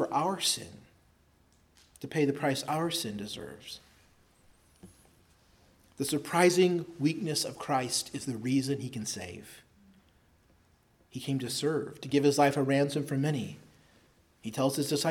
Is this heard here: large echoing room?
yes